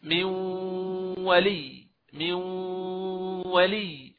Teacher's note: هو الغنة، فلذلك قال إدغام ناقص بغنة، لأن الغنة هذه بقيت كأثر من النون، يعني أدغمنا النون إدغاما ناقصا بقي منها أثر وهو الغنة